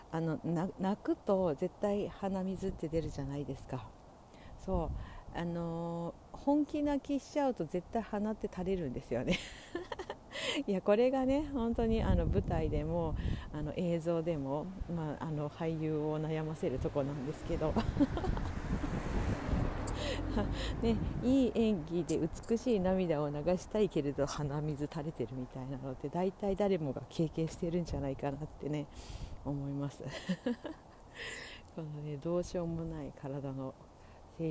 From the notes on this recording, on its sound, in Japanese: 歩きながら徒然と from Radiotalk。